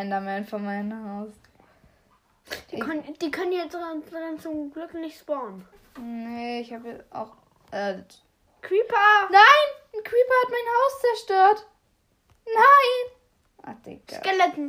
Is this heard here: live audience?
no